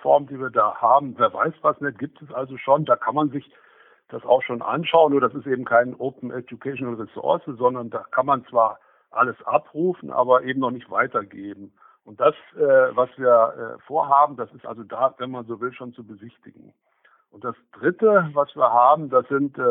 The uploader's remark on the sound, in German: im Telefoninterview